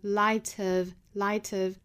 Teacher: to shine the light of, light 和 of 连读